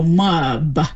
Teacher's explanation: an extra vowel between the M and the B, so mub. Would be more like we pronounce that.